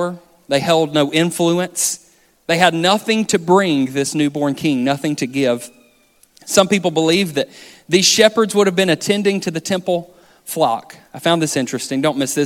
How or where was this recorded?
large echoing room